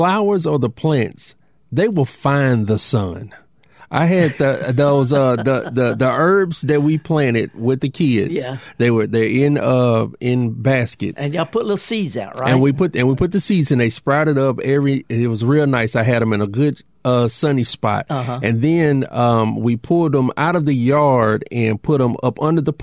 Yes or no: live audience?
no